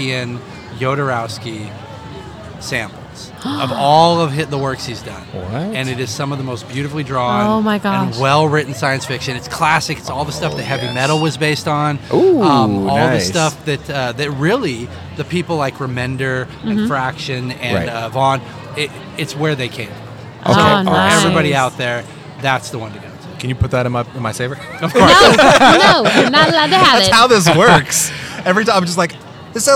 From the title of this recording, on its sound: (Kinda) LIVE from CrockerCon